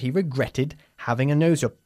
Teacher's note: ¿Por qué has pronunciado la E final de regretted, el pasado de regret? Porque acaba el verbo en T.